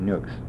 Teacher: the sigma of the nominative comes in contact with the tau and the tau elides. That means you end up with a kappa sigma together.